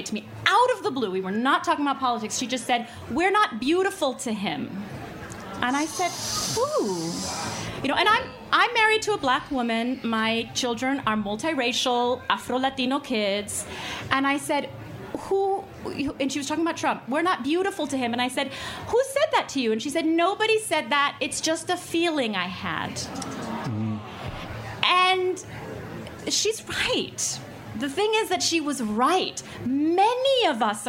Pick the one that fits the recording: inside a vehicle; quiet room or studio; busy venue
busy venue